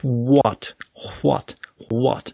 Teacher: Bei einem Wort, das mit WH beginnt, wie zum Beispiel in what, da sind keine Stimmbänder im Spiel. Das heißt, ich habe so eine Art CH, wie aus ich, das vorwegkommt.